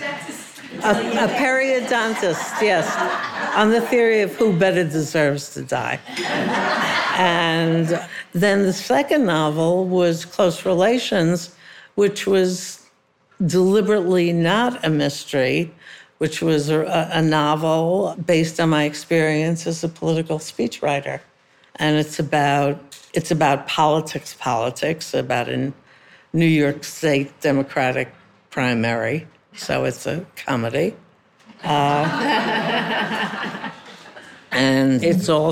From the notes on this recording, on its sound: Was a special recording that happened earlier in the year at an event at Temple Emanu-El in New York City for their women's group. We did this in front of a live audience, which was a lot of fun.